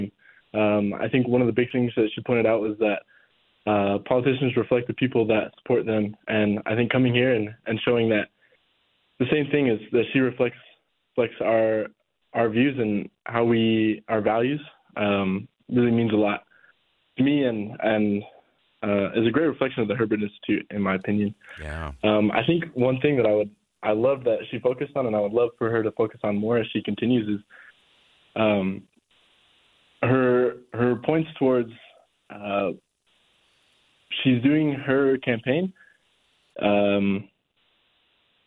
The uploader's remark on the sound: Hops on the phone with four students who attended Ambassador Haleys Speech at UVU.